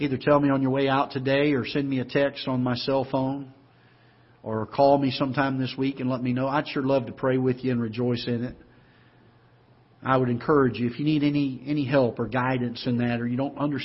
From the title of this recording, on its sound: Ketha Heights Baptist Church ~ Live Broadcast